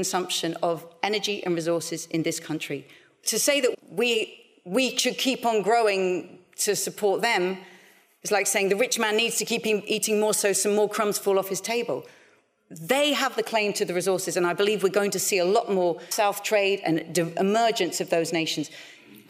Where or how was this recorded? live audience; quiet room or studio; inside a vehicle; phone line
live audience